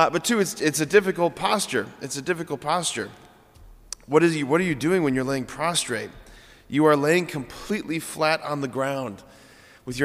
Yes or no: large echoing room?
yes